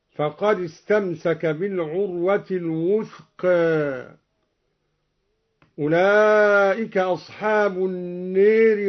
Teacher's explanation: قرأ الدوري بتقليل الوثقى وإمالة ألف النار